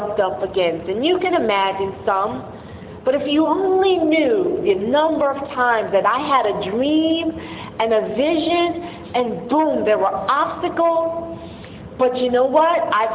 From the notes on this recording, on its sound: The following are audio clips of Sunday sermons at Power of One Community Church.